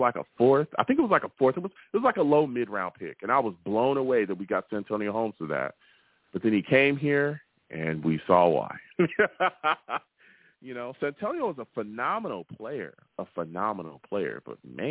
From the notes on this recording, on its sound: I take live callers!